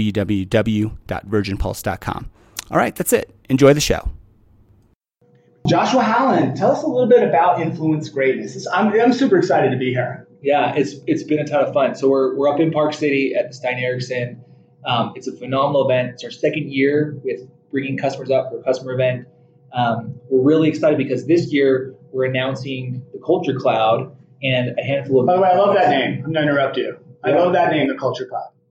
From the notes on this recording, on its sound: Recorded live from the OC Tanner Influence Greatness Conference in Park City, Utah.